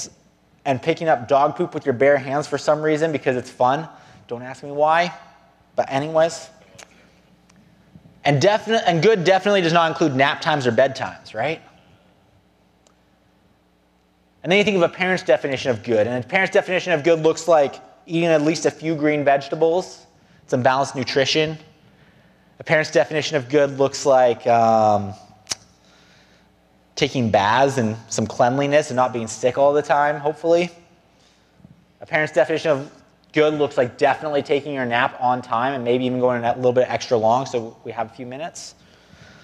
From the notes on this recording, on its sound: Below you’ll find an audio only recording of our service.